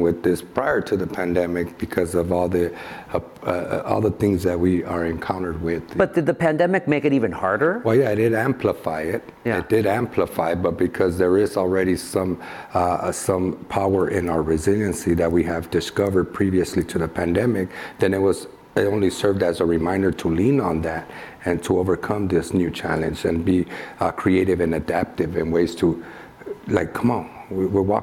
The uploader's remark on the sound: This event was streamed live from the ASU California Center in the historic Herald Examiner in Downtown Los Angeles on December 7, 2021